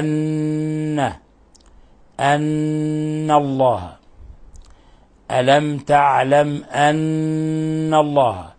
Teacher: نلصق طرف اللسان في أصول الثنايا العليا وتظهر غنة من الخشوم · Term: حرف غنة مشدد